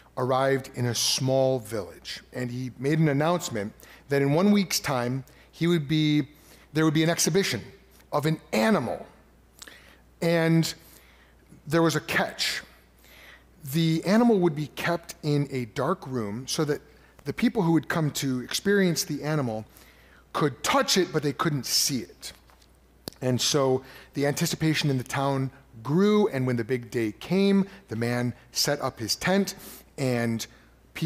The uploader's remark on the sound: preached at Fox Valley Christian Church in December of 2023